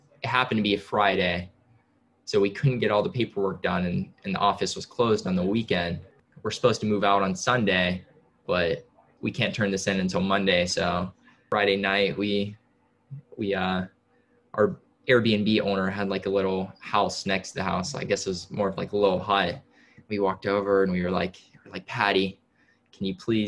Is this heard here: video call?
yes